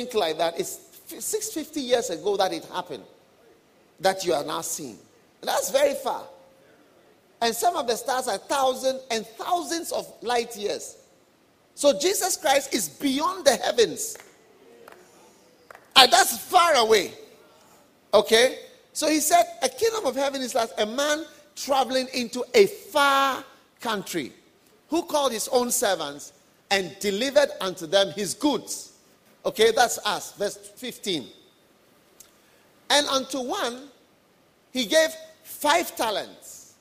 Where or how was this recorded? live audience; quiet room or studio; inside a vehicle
live audience